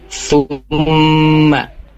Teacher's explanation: Jadinya yaitu ada mim bertasydid. Ya, jadi ketika membacanya itu ditahan dua harokat. · Term: gunnah musyaddadah